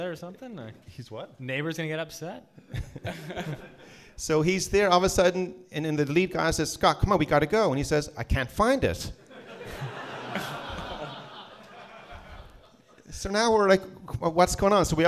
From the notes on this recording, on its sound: This episode was recorded live in Vancouver!